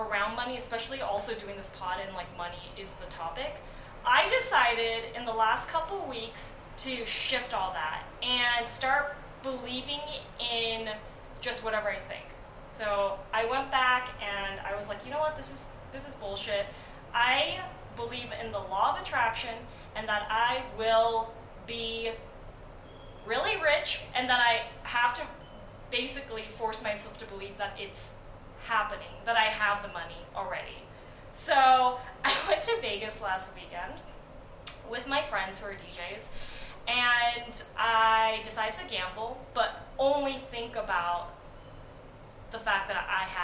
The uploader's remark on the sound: Yes we know the sound sucks. We messed up.